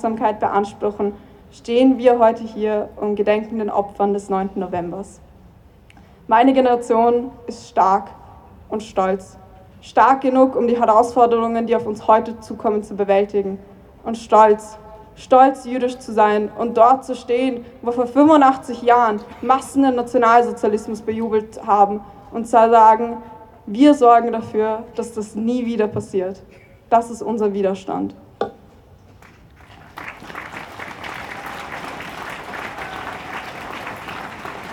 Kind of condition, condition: setting, busy venue